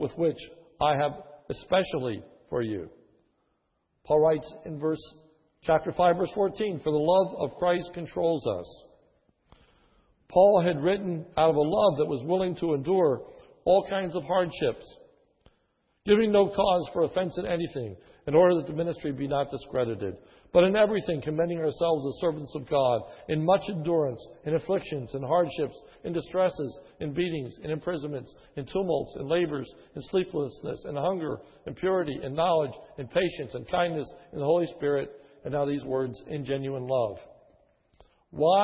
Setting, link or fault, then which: setting, large echoing room